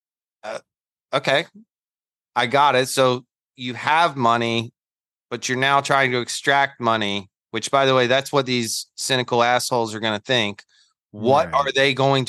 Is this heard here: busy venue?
no